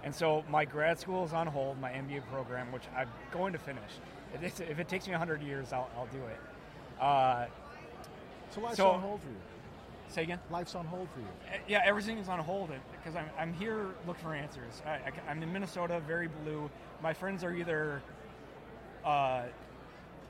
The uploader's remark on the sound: Podcast at AmFest